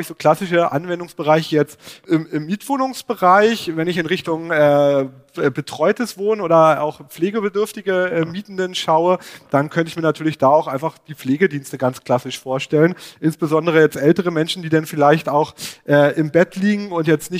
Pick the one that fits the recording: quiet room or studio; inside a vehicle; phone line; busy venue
busy venue